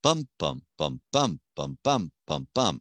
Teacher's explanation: It's eight syllables long, and technically, poetically, this is what's called an iambic tetrameter with an inverted initial foot